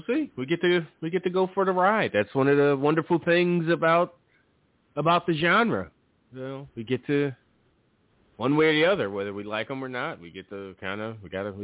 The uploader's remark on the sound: The ECC live show is back after a bit of a break. Live calls taken and more.